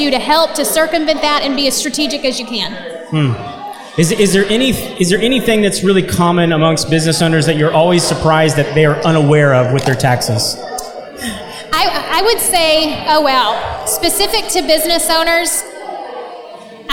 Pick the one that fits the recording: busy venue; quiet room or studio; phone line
busy venue